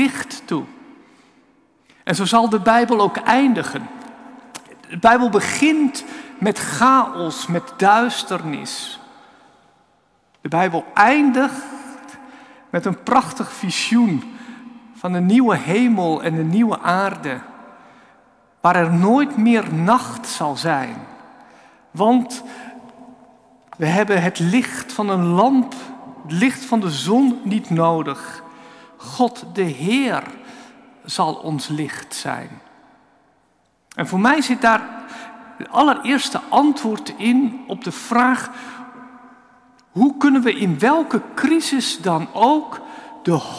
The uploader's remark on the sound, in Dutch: Opgenomen op 14 januari 2024 in de Noorderkerk te Amsterdam